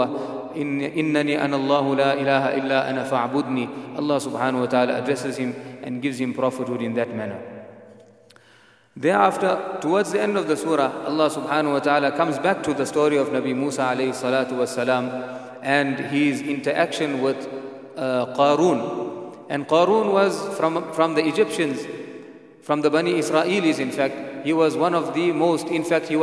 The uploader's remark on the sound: at the Houghton Masjid (West Street)